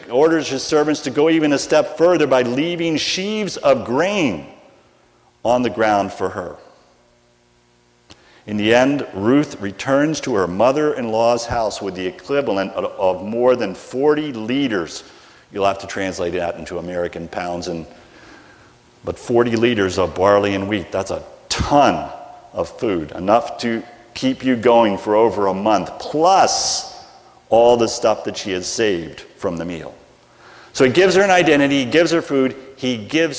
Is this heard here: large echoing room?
yes